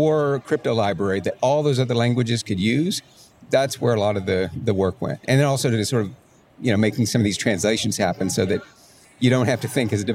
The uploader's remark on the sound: in a conversation recorded at MongoDB World, held last week in New York